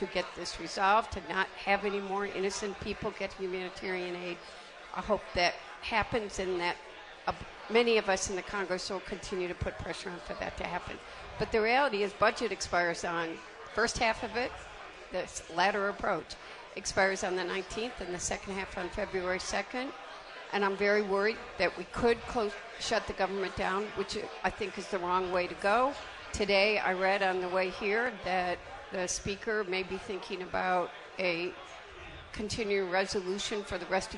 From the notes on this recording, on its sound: live from StartupNation for the 'JR Morning Holiday Breakfast